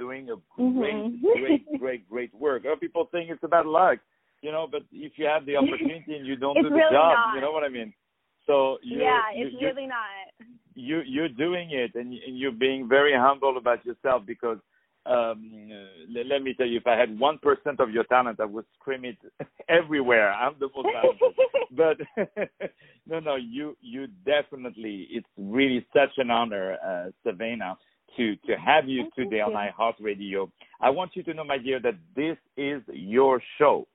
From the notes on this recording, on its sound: On the phone